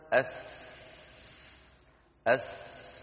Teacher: هذا هو حدة في صوت الحرف تنشأ عن مروره في مجرى ضيق وحروفه ثلاثة: الصاد والسين والزاي. لما يقول الواحد منا أس يضع رأس لسانه على أسفل الصفحة الداخلية للثنايا السفلى، أس على أسفل الصفحة الداخلية على أسفلها أس، فهنا الهواء خارج كما ترون من داخل الفم.